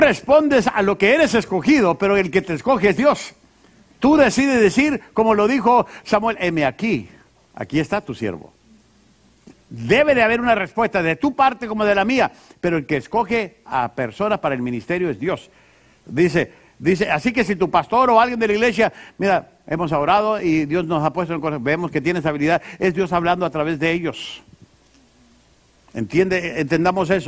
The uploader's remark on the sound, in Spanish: Esta lección fue grabada en vivo durante las conferencias mensuales de Liderazgo Enfocado